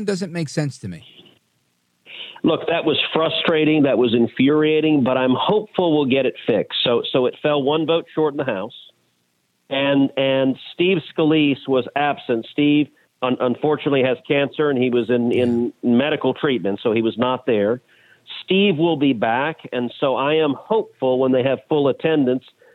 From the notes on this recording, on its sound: we take your calls in open phones across America